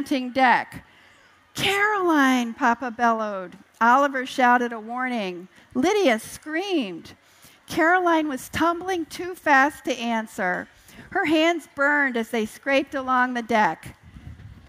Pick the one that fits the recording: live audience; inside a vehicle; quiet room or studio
live audience